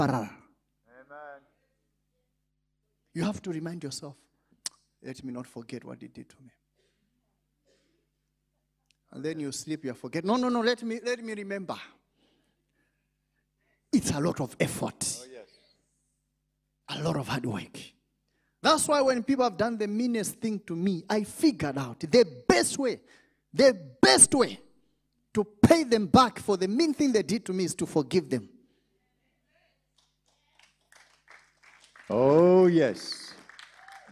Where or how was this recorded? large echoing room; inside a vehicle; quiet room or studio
large echoing room